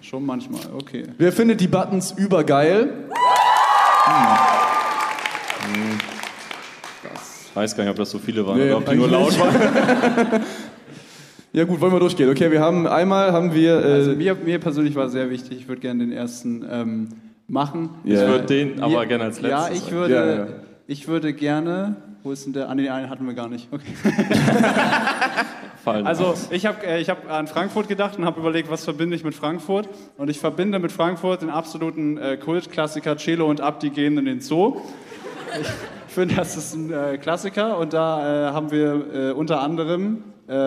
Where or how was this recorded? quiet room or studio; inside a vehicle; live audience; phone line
live audience